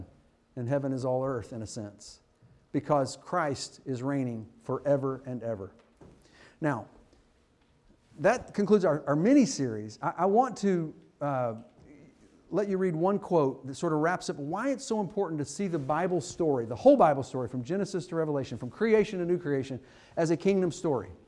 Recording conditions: large echoing room